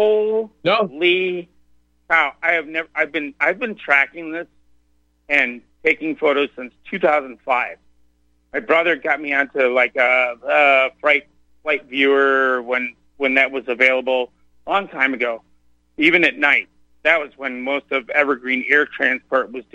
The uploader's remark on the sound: opens phone lines for callers.